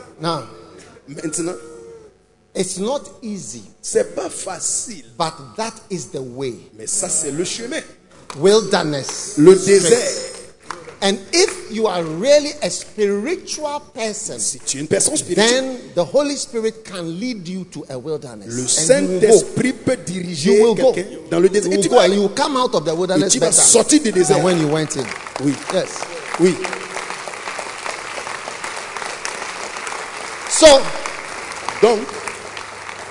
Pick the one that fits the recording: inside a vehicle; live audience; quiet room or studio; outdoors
live audience